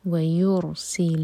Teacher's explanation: را ساکن ہیوی، اس سے پہلے دمہ ہے.